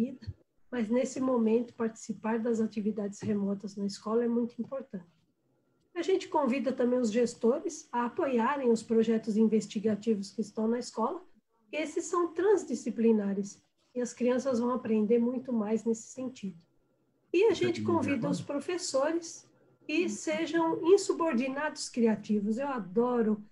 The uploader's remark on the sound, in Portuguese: Eles são os convidados do primeiro FEBRACE Meets. Encontro virtual realizado e gravado em 30/07/2020.